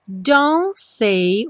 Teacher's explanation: o T aí sumiu completamente